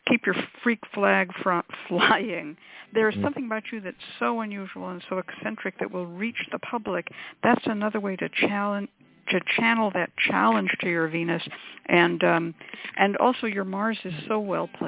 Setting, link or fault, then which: link, phone line